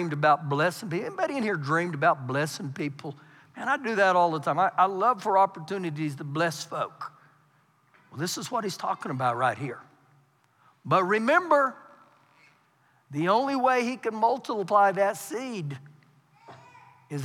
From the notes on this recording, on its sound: Recorded live during our Wednesday night service